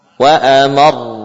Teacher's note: Pada ra yang kedua, ya. Amar, ra-nya masih sukun, dhammahnya baru setelah itu. · Term: ra sukun